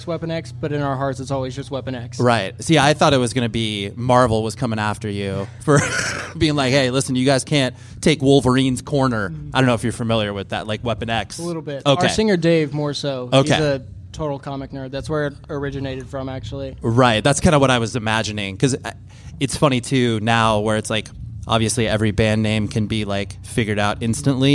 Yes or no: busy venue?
yes